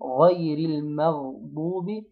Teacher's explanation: الراء هنا مكسورة أرققها